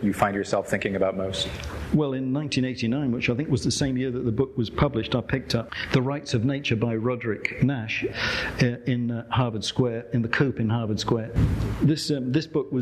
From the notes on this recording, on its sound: Recorded live at the Hirshhorn Museum and Sculpture Garden.